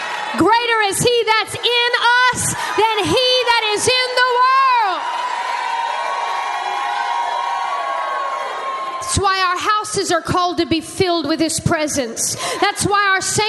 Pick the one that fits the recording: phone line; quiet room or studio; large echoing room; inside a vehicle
large echoing room